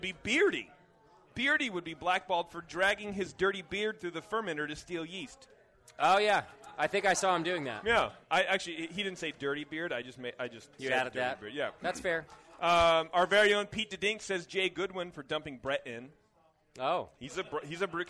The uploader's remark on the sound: Live at Anchor Brewing Co.